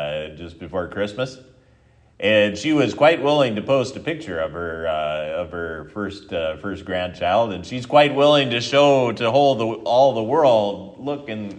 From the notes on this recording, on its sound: sermon at Triumph Lutheran Church, Ferndale, Washington